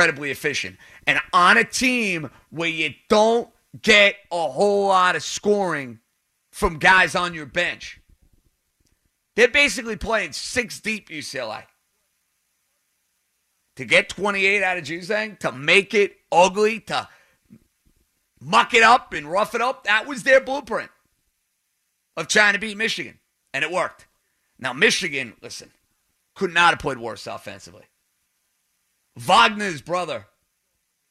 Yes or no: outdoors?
no